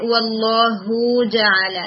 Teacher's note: اس میں ہا کو آپ نے لمبا نہیں کرنا